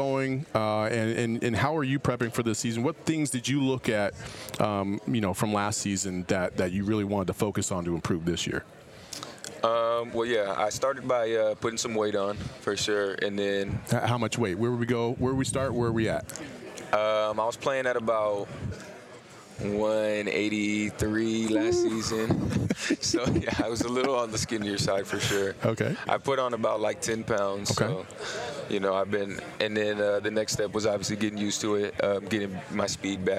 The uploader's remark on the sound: At Pac-12 Media Day and we are LIVE from Las Vegas at Resorts World.